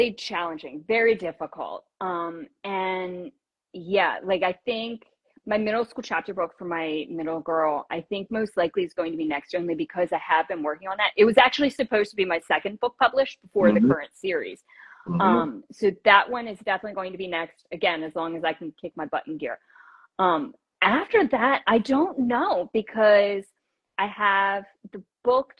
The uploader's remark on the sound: Instagram Live Interview